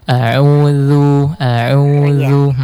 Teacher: Yang pertama di isti'adah atau ta'awudznya huruf za. A'udzu zu di ujung lidah zunya, Bunda. Jangan sampai bunyi z-nya terlalu kuat, zu.